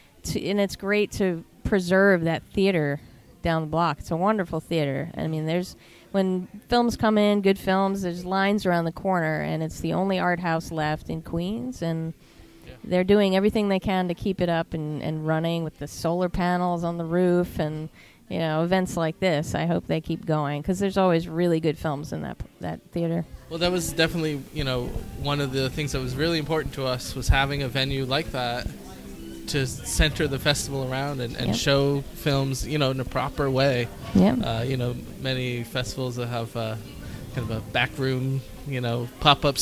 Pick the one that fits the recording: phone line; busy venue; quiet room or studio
busy venue